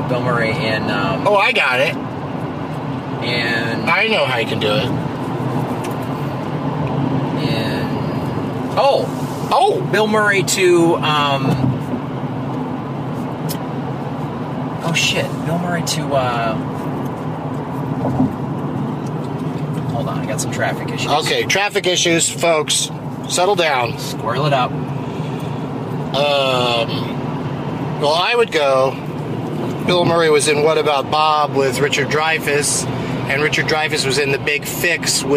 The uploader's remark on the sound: While driving from the airport to the hotel in Nashville, TN.